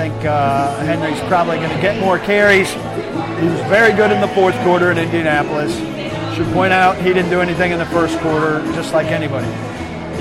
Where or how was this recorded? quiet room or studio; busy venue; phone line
busy venue